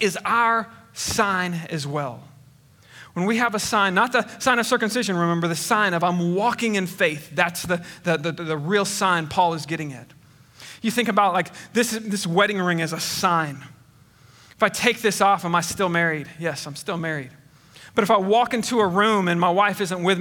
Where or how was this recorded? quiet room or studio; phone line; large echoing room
large echoing room